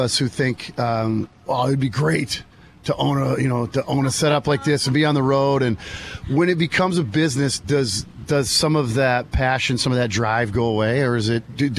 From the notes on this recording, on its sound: This episode was live from Mankato's annual RIBFEST celebration in Riverfront Park.